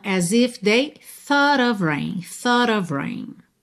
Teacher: mas esse T final virou rarara para juntar em of rain.